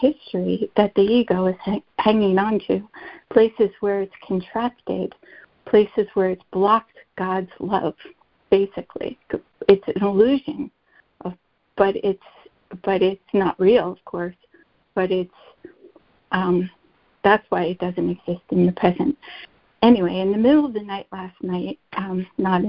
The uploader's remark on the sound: ACIM Daily Conference Call